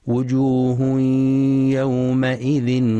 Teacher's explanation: وينتبه القارئ لإدغام التنوين في الياء بغنة في وجوه يومئذ